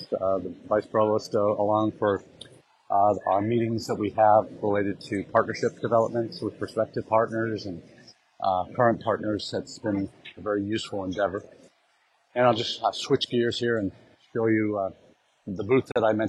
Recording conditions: busy venue